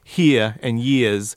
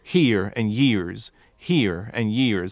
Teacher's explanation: when he says here and years, he's dropping those R's · Shown in: first take